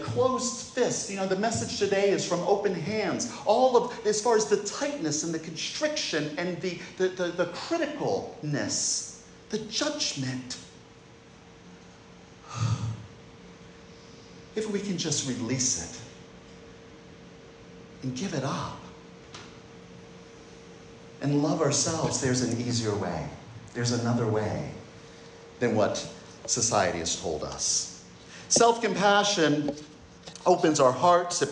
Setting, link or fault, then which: setting, large echoing room